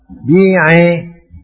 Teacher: ain kasrah ini berpotensi untuk dibaca miring